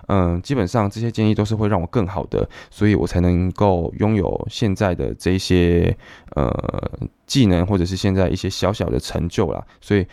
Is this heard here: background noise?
no